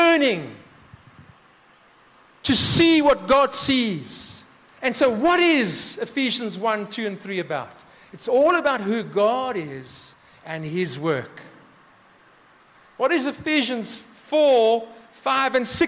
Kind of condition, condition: setting, live audience